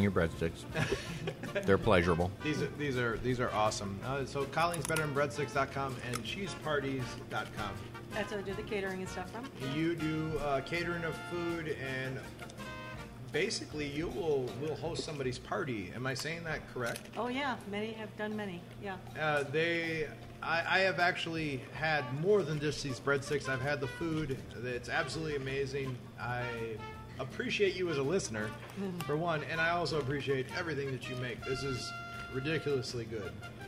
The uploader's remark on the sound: Live at Cuvee Cellars Wine Bar in Elmhurst, IL.